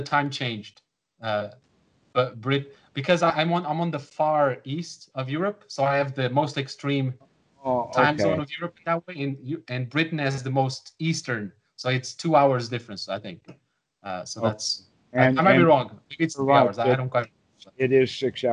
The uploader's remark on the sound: skype call